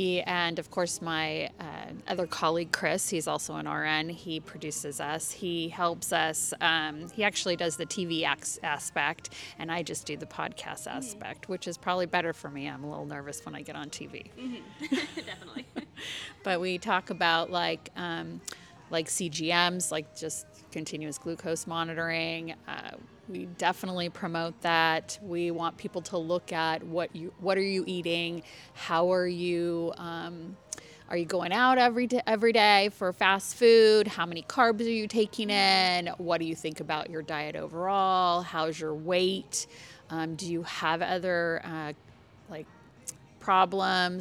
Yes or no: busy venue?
yes